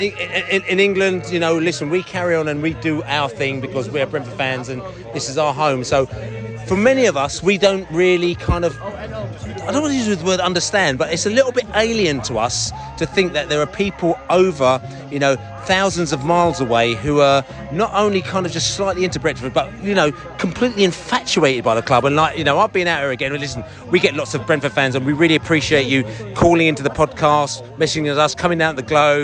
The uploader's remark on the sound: Brentford US Tour Day 6 - Bees at the Washington Pool Party. The Bees fans have got their speedos on and have converged around a pool in Washington for an evening. We spoke to the fans to get their view on the US tour so far.